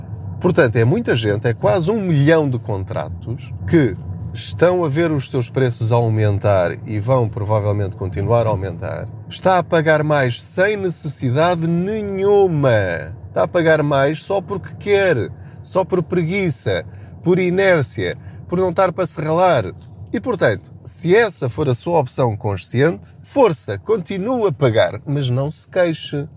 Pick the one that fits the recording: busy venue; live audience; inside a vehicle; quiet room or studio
inside a vehicle